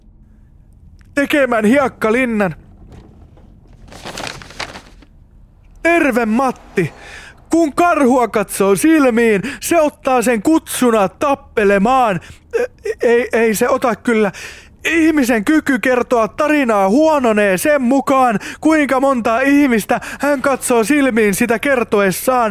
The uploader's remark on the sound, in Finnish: Mikä olisikaan parempi tapa kuluttaa tappavan tylsä automatka kuin nauhoittaa yksi jakso podcastia?